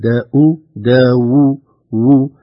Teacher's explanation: ليس هناك مجال للهمزة أبدا، داو داو و المخرج الحرف كله من الشفتين